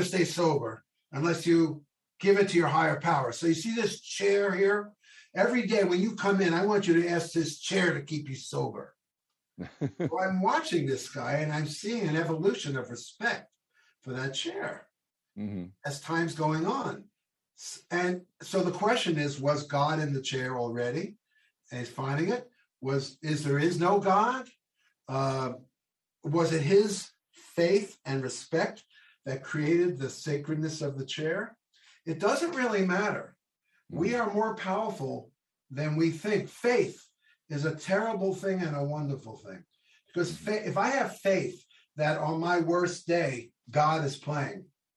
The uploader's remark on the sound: This program was recorded via video conference on February 3rd, 2022 by the Commonwealth Club of California.